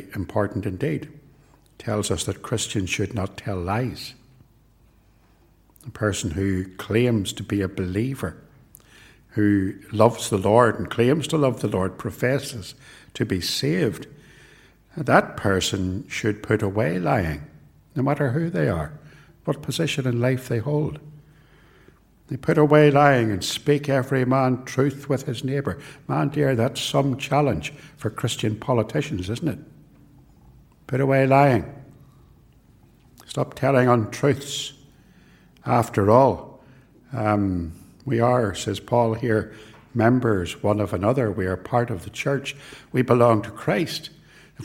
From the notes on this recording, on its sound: This sermon was preached at both Ballymacashon and Templepatrick Reformed Church. It was recorded at TRC.